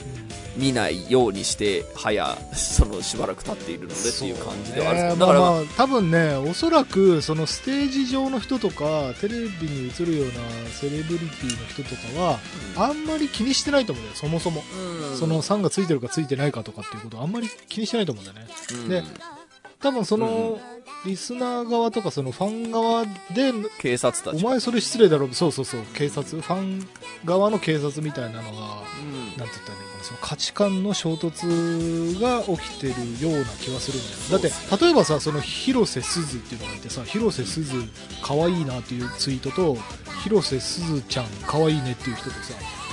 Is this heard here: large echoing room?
no